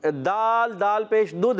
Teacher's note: دوسرے دال میں قلقلہ ہوا